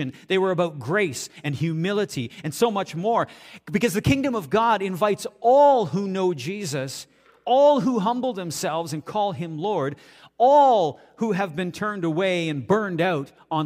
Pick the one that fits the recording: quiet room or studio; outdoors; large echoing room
large echoing room